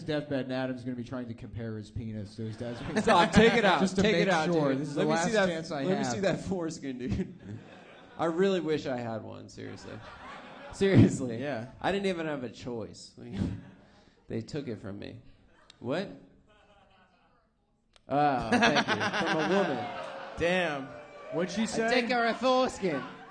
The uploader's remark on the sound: 2018-10-30 Sydney (Live Show)